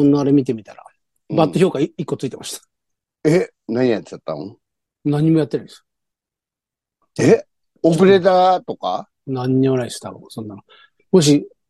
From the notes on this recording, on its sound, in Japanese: ZOOMで収録